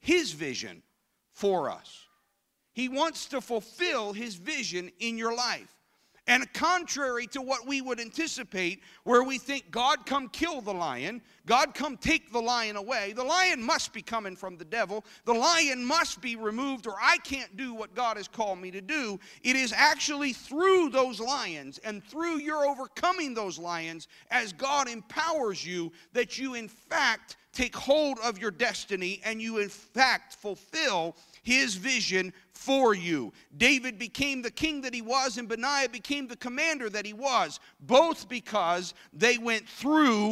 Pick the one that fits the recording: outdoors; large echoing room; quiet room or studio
large echoing room